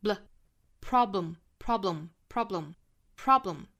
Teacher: 这个 b 和 l 的发音呢是紧紧的连在一起中间不能够断开应该是一个 bl 不是 bl 而是 bl bl bl 这跟我们汉语拼音是有很大的不同啊所以我们要单独去练这两个音连在一起的读法 bl problem problem problem problem 非常的快速的读过去